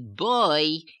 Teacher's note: Of course, if you already have a double vowel, if you already have a diptong, such as the word boy, oi, and you want to use the Yiddish lilt on it by itself, you would go up on the O and down on the E.